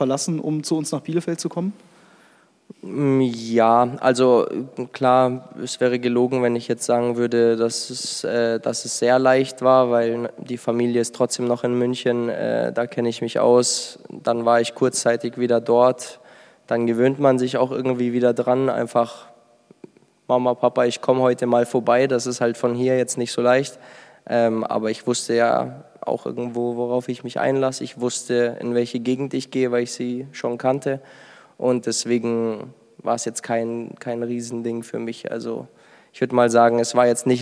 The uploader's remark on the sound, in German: Wir waren mit dem Arminia-Podcast wieder live in Ostwestfalen unterwegs. In unserer Nachbargemeinde Steinhagen haben wir bereits zum vierten Mal vor Publikum aufgenommen.